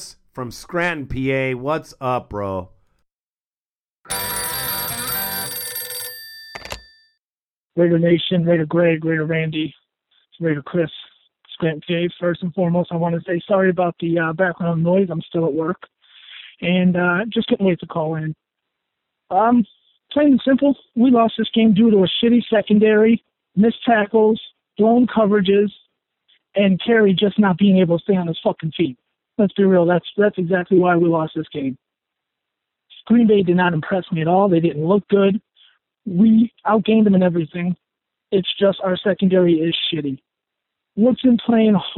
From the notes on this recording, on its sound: Raider Nation “Boneline” Call-in Segment